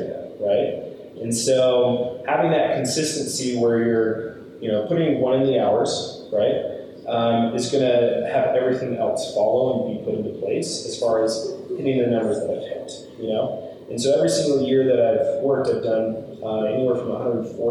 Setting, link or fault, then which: fault, poor microphone